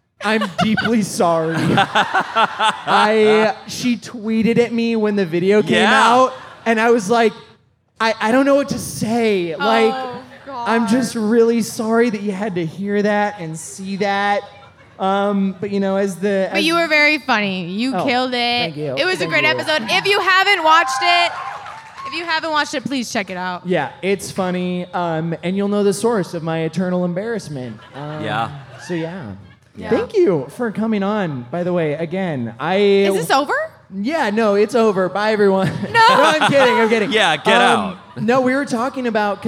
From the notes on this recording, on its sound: Live at Mythicon. Live from Mythicon!